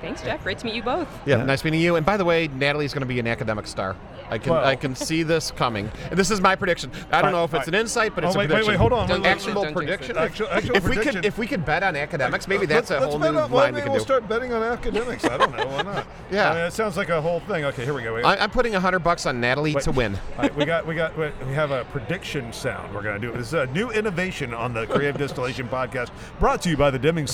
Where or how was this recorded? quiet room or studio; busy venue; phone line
busy venue